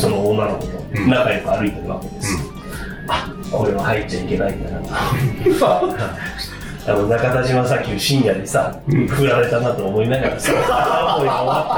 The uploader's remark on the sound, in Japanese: ココ数回の収録はカラオケボックスで行われたのですが。